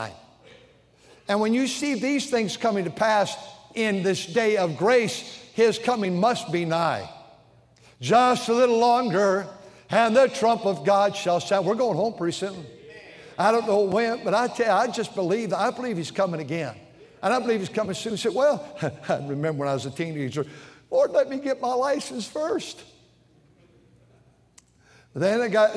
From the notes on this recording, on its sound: during the Wednesday Evening service on September 27, 2023, at North Valley Baptist Church in Santa Clara, California